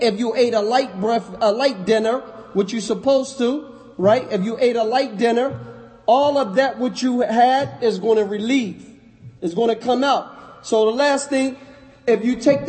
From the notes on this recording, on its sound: Lecture given at Masjid Nur Allah, Queens, NY